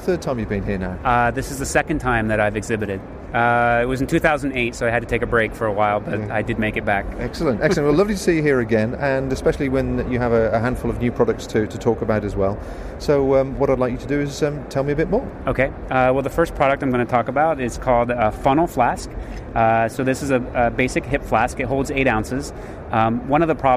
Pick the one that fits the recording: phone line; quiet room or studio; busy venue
busy venue